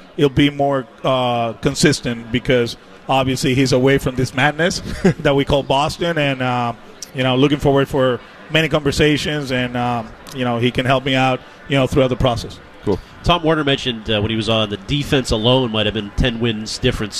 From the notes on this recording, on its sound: The guys are live from Red Sox Winter Weekend in Springfield